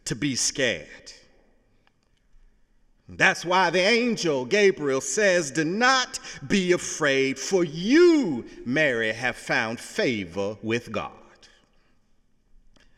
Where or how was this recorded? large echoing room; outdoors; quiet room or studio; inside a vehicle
large echoing room